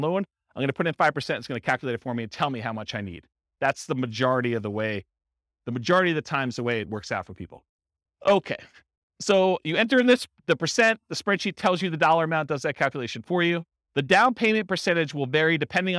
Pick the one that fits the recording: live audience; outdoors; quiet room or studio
live audience